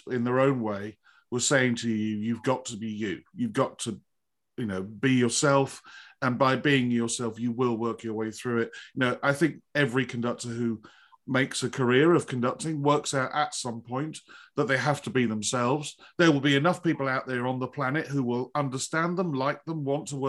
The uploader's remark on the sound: This interview was recorded on 1st February 2022 via Zoom.